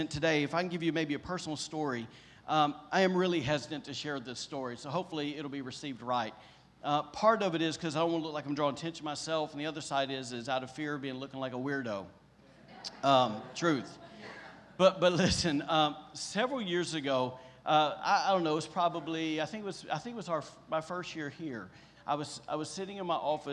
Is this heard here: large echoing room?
yes